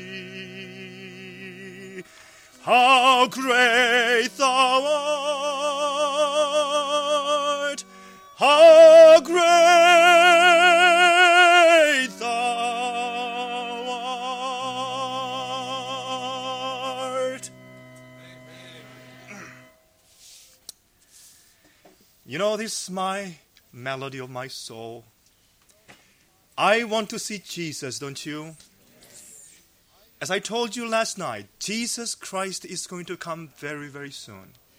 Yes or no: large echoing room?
yes